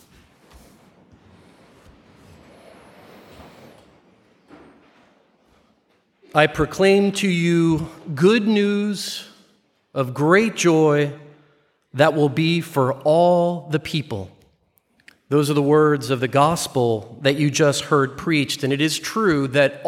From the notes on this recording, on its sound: Live recording from 6pm Mass